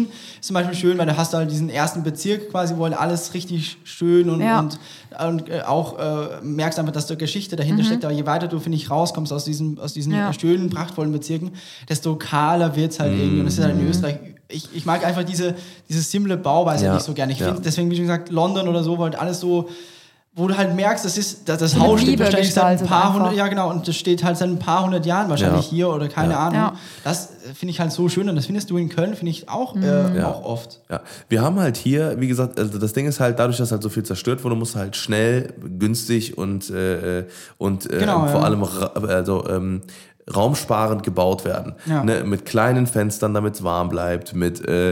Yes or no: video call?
no